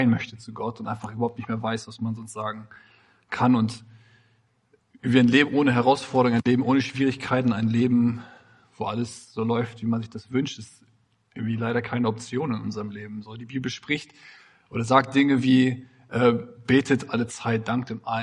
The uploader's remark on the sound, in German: Predigt im Rahmen des GreifBar+ Gottesdienstes